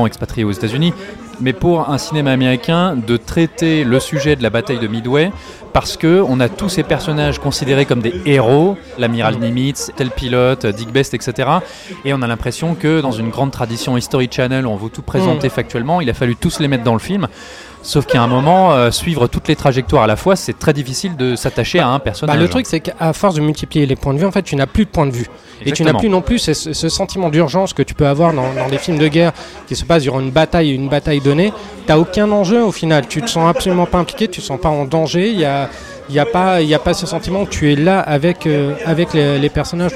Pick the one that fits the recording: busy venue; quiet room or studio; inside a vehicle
busy venue